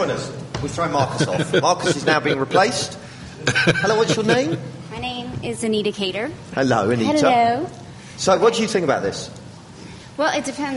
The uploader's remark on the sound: we recorded a live special from SXSW in Austin Texas